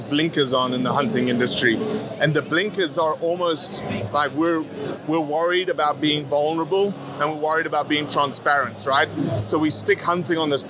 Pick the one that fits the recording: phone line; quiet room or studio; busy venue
busy venue